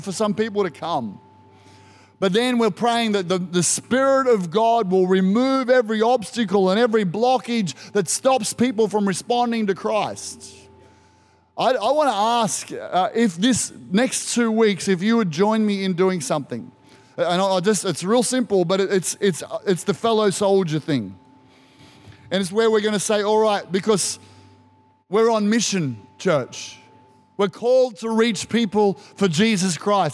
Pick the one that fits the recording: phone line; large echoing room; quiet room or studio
large echoing room